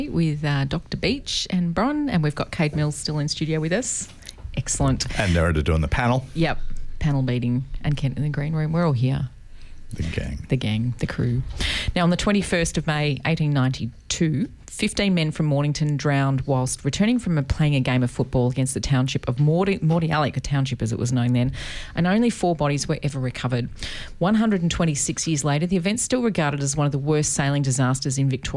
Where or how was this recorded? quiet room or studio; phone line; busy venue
quiet room or studio